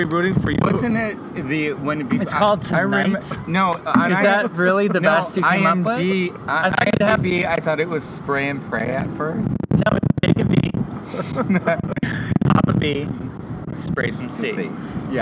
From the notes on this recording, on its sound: Beautiful night here in Chicago! Apologies for the wind.